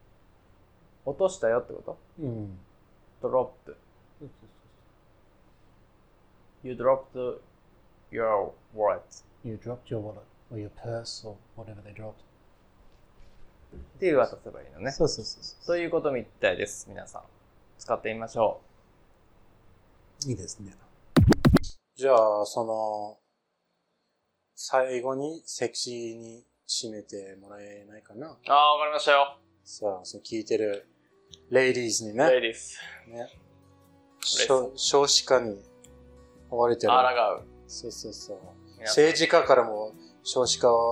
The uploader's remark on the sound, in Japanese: 生前三ヶ月のスミタナですので音質など今聞くと恥ずかしい所だらけですが、。